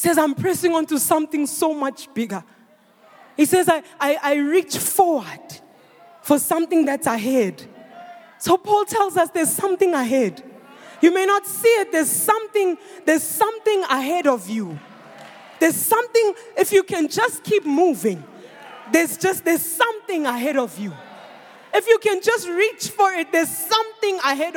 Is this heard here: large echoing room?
yes